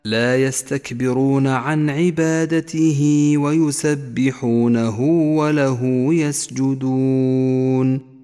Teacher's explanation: عبادته ومد صلة صغرى، ويسبحونه وصلة صغرى، وله يسجدون صلة صغرى. يمد مد الصلة الصغرى حركتين